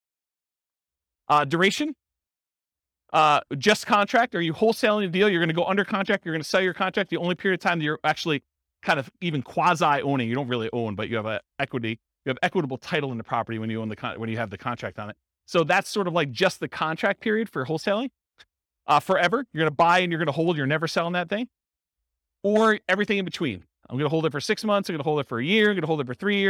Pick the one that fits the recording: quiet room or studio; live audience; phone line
live audience